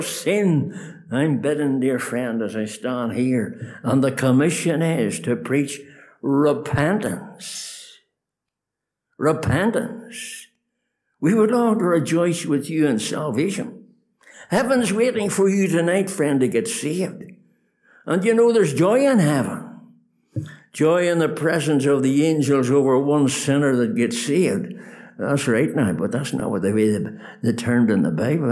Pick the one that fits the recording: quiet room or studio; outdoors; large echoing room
large echoing room